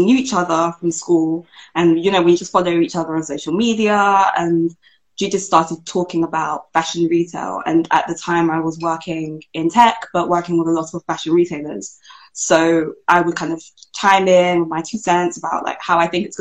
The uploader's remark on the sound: The Season Finale Instagram Live Q&A